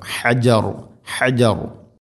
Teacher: ഹ തൊണ്ടയുടെ മധ്യഭാഗം.